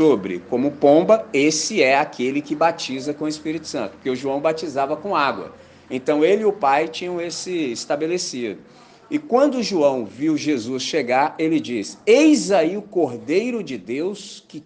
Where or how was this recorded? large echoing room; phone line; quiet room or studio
large echoing room